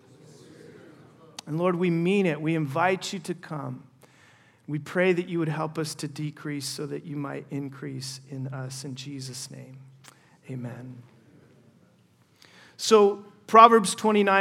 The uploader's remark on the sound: First session at our 2023 Men’s Conference